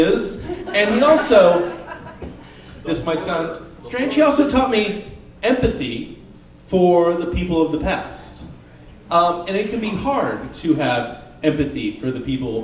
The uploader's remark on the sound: Live at the Jack London